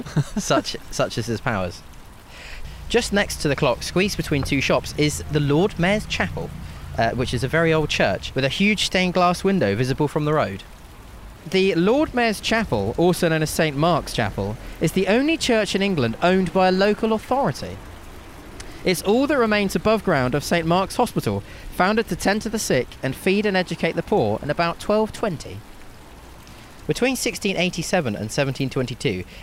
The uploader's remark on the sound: on an entertaining walk as they discover the sights and sounds of Bristol.